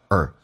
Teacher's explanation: 不被强调，可以弱化成一个儿化音